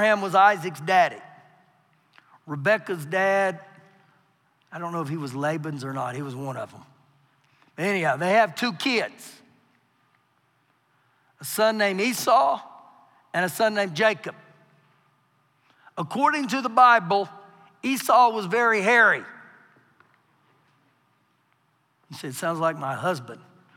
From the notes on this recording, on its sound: Recorded live during our Wednesday night service.